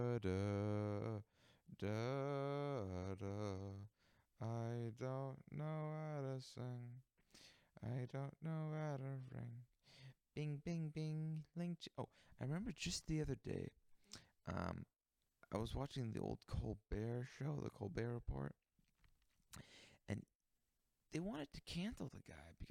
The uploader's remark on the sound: Quiet audio.